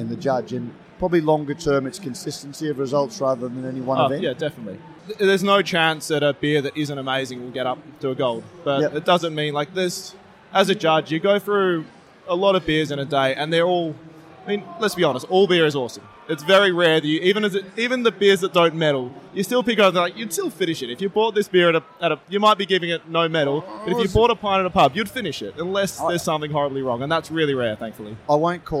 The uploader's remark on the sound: This is a special edition of Brews News, live from GABS in Melbourne. Brews News was able to take our mobile studio to GABS and capture some great discussions with a wide range of people in the beer industry. Today we have a series of shorter interviews.